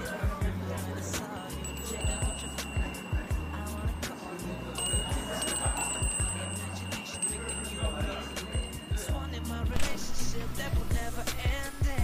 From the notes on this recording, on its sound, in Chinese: 这一期新鲜加入了在成都旅行时边走边录下的声音